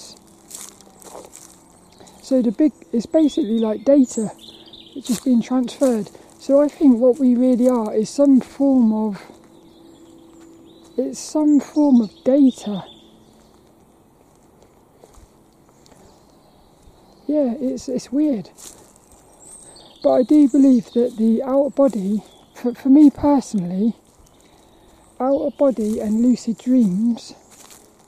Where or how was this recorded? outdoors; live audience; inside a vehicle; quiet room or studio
outdoors